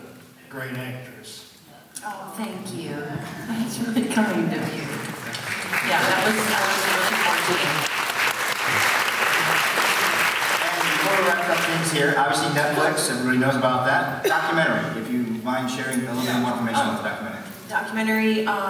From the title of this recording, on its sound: Live at Pensacon 2017